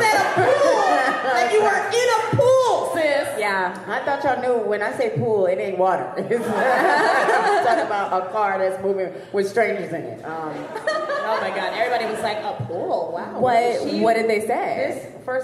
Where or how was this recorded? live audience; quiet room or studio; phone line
live audience